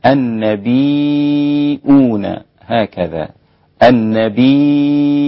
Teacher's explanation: قرأ نافع بالهمز مكان الياء فيصير النطق بها النبيون هكذا النبيون، وورش له ثلاثة البدل فيصير النطق النبيون من ربهم، يبقى عندي أربع حركات ست حركات أو يقصر إلى حركتين في البدل.